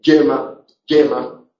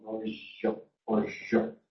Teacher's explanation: tiene dos alófonos, uno que es africado, el de yema, yema, y otro que es el intervocálico, que es continuo